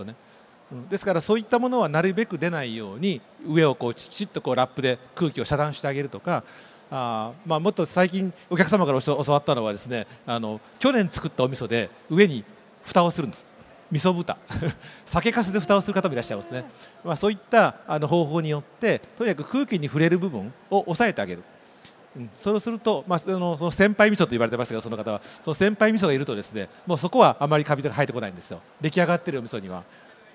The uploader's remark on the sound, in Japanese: CRAFT SAKE WEEK 2023 at ROPPONGI HILLSにて公開収録。